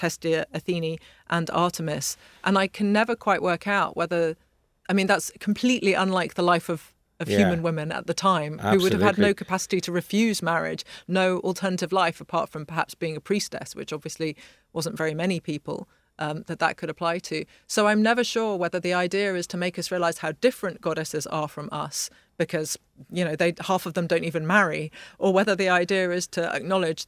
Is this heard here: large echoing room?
no